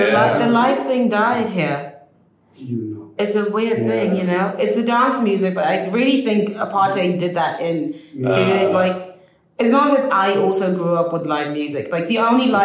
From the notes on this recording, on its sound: While on the move in Johannesburg, so apologies for the boomy sound!